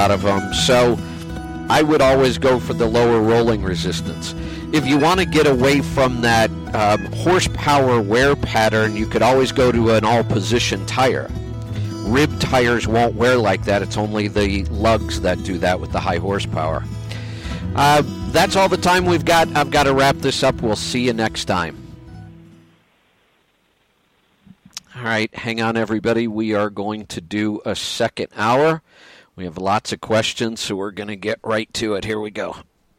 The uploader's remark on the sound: Call in Question and Answer Show